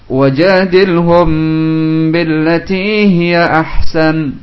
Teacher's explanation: Syahidnya wajadilhum, lam sukun datang setelahnya ha, maka dibaca dengan izhar